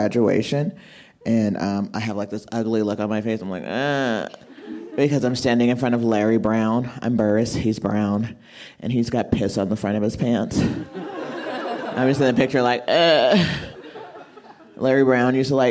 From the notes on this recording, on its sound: This story was recorded live at Buntport Theater